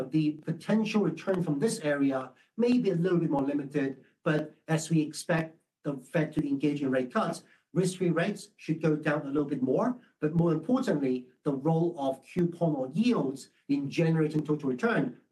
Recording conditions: video call